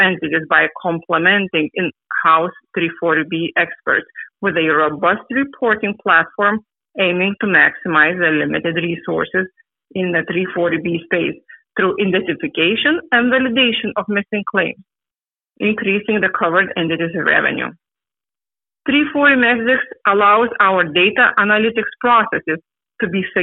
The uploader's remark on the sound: Progressive Care Shareholder Conference Call